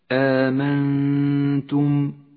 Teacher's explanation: حركتين من غير تشديد لونت النون بالأخضر إشارة إلى موقع الغنة هذه الغنة تخرج من الخيشوم ومن مخرج التاء متجافيا عنه قليلا · النون الساكنة مع حرف التاء تخفى النون بالتاء وتغن بمقدار حركتين من غير تشديد · Term: الإخفاء، حكم الإخفاء